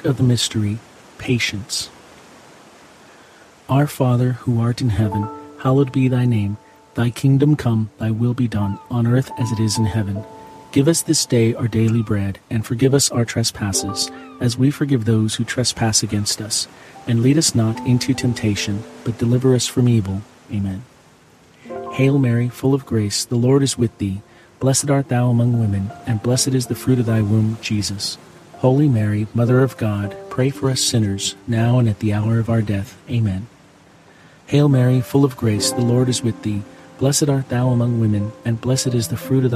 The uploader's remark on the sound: Experience ocean water crashing under the boardwalk, sounds from the pier and inspired melodies alongside this Friday rosary.